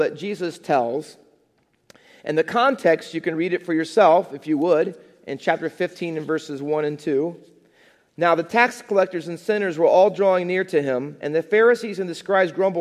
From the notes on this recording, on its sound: Faith Baptist Church in Hamilton, NJ.